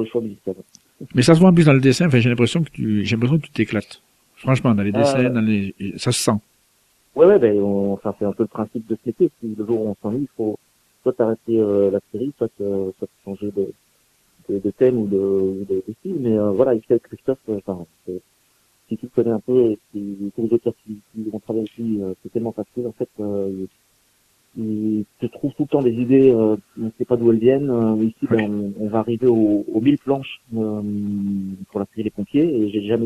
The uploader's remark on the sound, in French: qui reçoit par téléphone